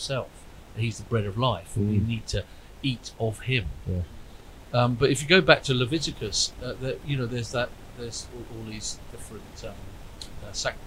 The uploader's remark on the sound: Apologies for the sound issues in this episode.